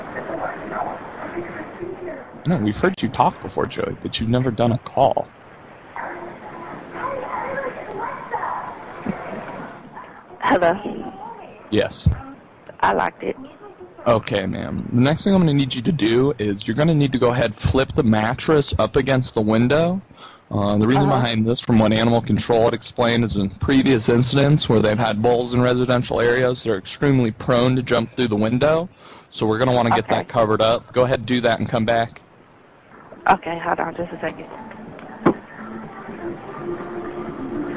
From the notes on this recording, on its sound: Prank Phone Calls